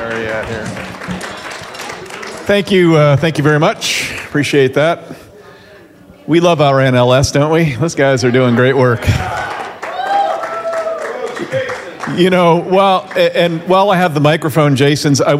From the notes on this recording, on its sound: 2023 DC Leadership Conference Luncheon Speakers